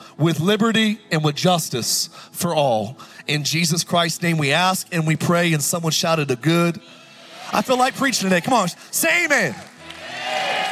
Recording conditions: live audience